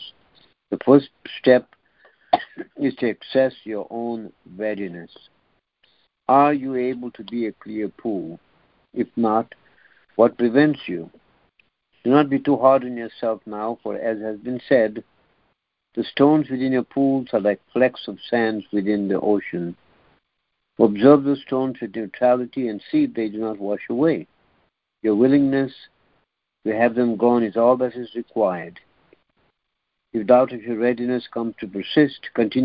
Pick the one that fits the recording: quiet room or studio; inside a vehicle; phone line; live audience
phone line